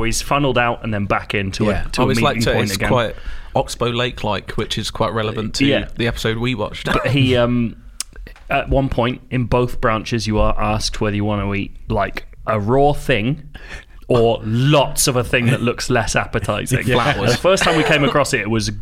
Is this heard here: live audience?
no